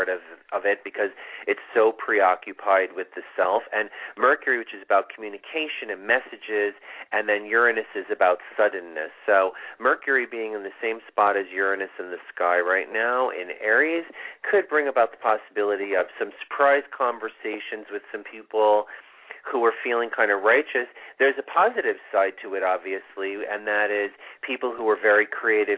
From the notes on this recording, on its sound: This is a live call in show with mini astrology readings.